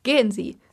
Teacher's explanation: you have to be sure to let your voice go down at the end. You can even do it forcefully, like, gehen Sie.